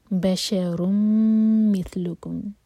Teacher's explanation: را تنوین کے بعد میم، تو یہ ادغام غنہ کے ساتھ میم کو ہولڈ کریں گے دو سیکنڈس